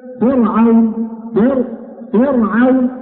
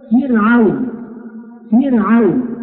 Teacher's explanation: الراء هنا متوسطة، وقد سبقتها كسرة أصلية متصلة بها · Shown in: second take · وبعد الراء حرف العين وهو من حروف الاستتال.